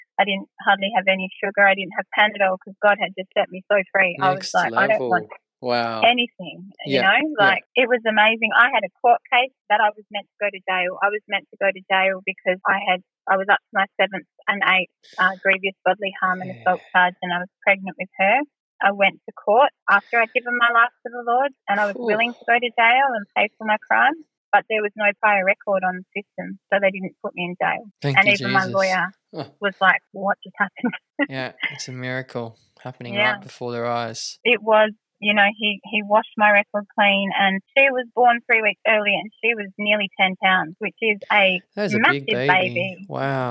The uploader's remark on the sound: An Over-The-Phone Interview. All our podcast episodes are pre-recorded at an independent studio in Sydney, Australia.